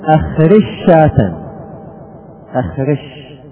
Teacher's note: أدغمنا الجيم في الشين وقلبنا الجيم إلى إلى شين، يعني ما بينهما تقارب كثير، قلة التقارب، يعني ما في تقارب قليل بل كثير بعيد، ما في قلة التقارب، يعني لا تقارب بينهم، في قبال كثرة التقارب أو شدة التقارب.